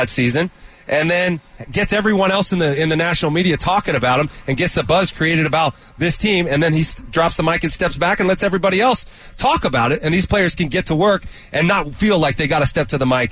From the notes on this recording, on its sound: live from Training Camp